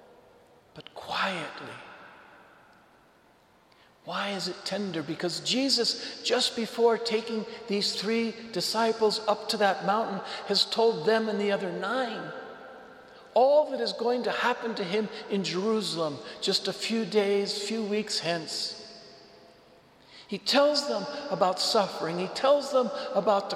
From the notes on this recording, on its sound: Homily delivered to the Saint Francis Catholic Community of Cuenca, Ecuador.